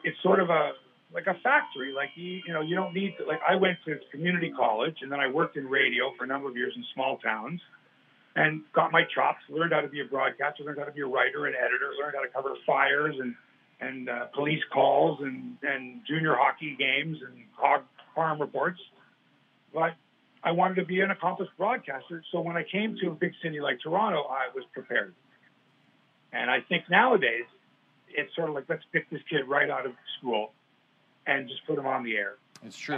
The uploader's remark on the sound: Apologies for the phone-audio quality in this weeks pod